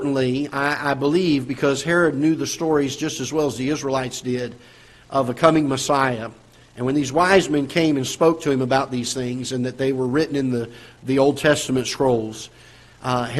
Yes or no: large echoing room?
yes